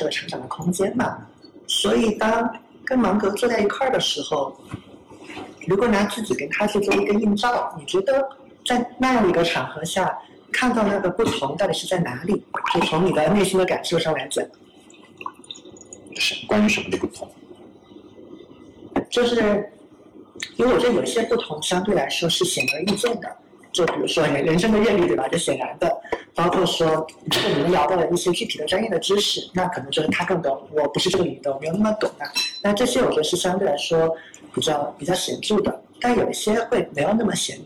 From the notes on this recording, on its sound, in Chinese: 这期播客音频部分片段可能影响收听体验，我们尽力补救过。如果有能够规避收音糟糕的解决方案，欢迎告诉我们。